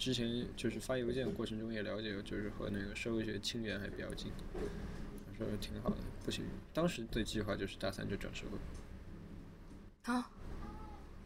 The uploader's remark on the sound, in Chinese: 本次录音是在一家咖啡馆进行的，录音时周围有着各色人等以及两台咖啡机和一台搅拌机，因此录音中时不时会传出原生态的声音，当然我们欢迎你把这当作某种真实感。此外，需要特别强调的是，（嘉宾）拍桌子的声音被削减到了原音量的百分之四十左右，不过如果戴了耳机，感受应该也很明显。